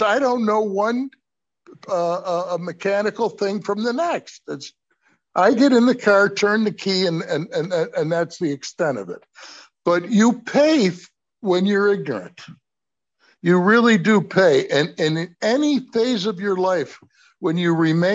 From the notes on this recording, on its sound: Oceanside Zoom Class.